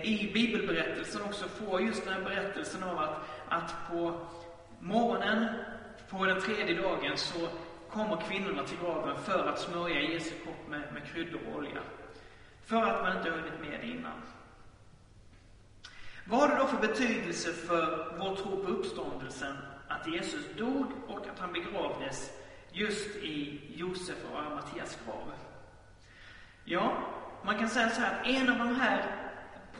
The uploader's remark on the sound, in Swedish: Inspelad i Baptistkyrkan Tabernaklet i Göteborg.